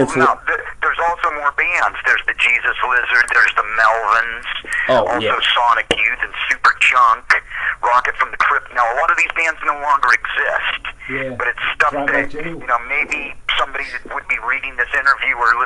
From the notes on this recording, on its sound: phone interview